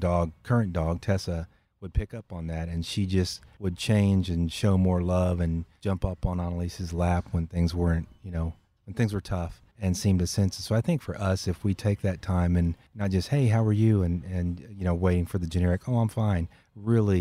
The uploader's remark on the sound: Recorded at Wheelers Western Outfitters